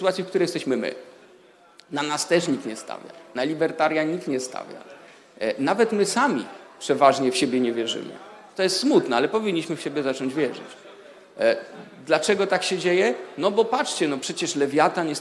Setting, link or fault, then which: setting, live audience